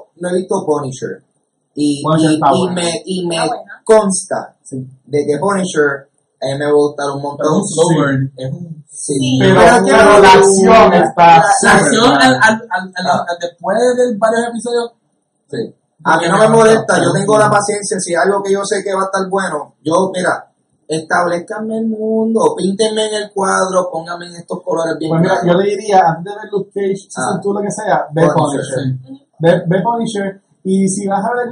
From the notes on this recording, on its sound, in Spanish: Pedimos disculpas por la calidad del sonido. Desafortunadamente tuvimos problemas técnicos con el mismo mientras grabamos el episodio.